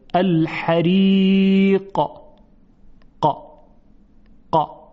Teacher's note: ببینید در تلفظ قاف یک حالت قلقله و جنبشی بود، حریق، یعنی یک پرشی داشت این حرف. اگر این پرش و تکان خوردن و قلقله نباشه اینطوری میشه الحریق، یعنی صدا قطع میشه اما بعد دیگه چیزی نیست. اما وقتی قلقله رو بیاریم اینطوری میشه الحریق ق ق.